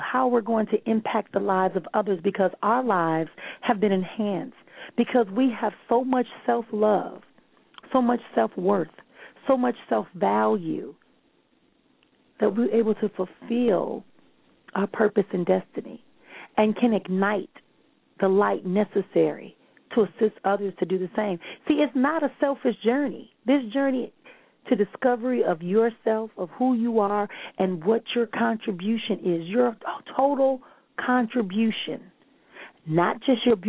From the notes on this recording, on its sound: callers may call in with questions